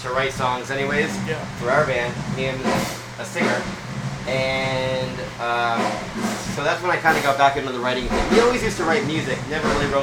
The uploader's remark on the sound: Recorded backstage at the iconic Troubadour in Los Angeles, CA